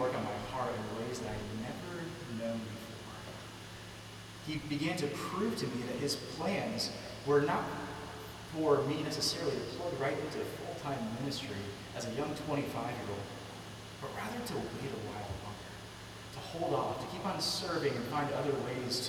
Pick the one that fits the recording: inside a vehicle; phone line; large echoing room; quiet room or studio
large echoing room